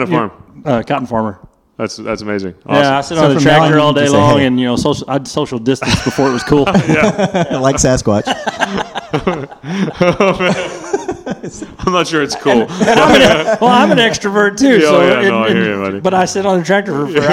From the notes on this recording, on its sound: at the Men's conference in Austin, Tx.